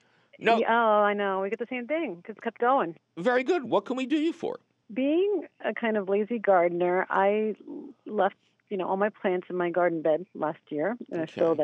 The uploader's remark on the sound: your 'rotating' phone calls!